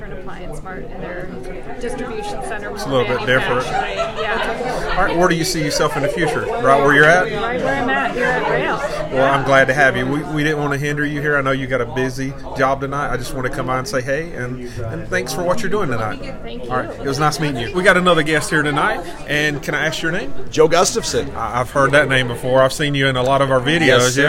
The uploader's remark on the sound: A very special episode recorded live at our TeamRoehl Annual Awards Banquet! Talk to honorees, guests and volunteers at Roehl's signature event.